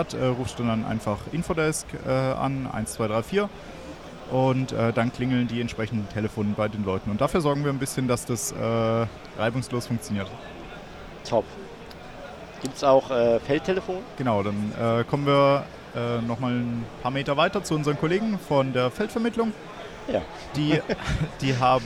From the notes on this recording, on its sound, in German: Interview auf der Gulasch Programmiernacht in Karlsruhe 2023. Über die GPN21 im ZKM in Karlsruhe.